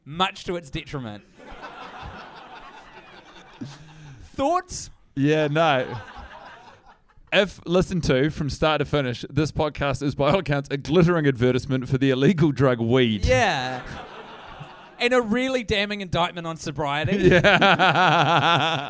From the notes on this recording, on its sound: Live in SYDNEY, AUSTRALIA! In front of a sold out crowd.